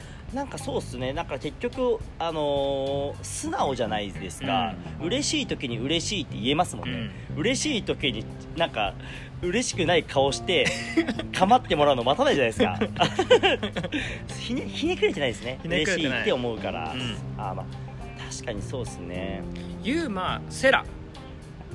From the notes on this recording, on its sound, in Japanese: Anchor epic屋上収録 2020/06/15